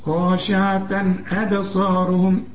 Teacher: وخاشعة تنوين وبعده الهمزة، الهمزة من حروف الإظهار ما تغنش